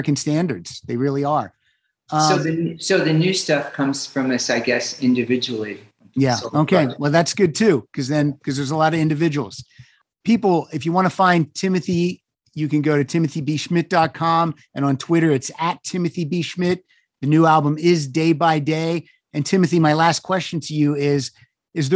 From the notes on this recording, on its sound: To the Zoom Room.